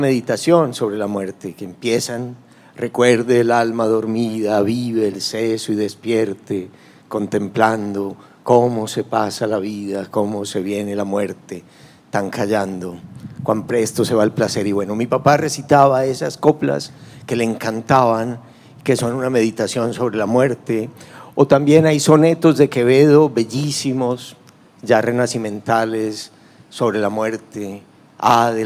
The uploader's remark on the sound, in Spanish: durante el Festival Puerto de Ideas Valparaíso 2021